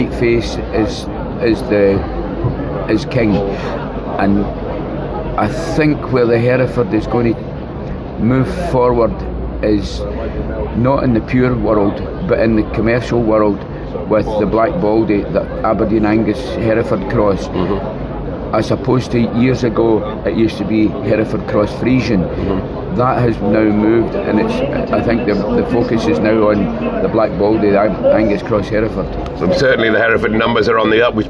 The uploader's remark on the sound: A recording live from the Royal Welsh Show in Builth Wells in this highly spontaneous if not somewhat challenging episode.